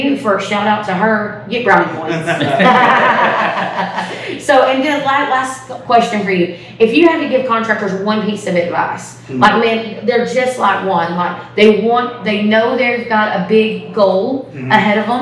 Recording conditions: busy venue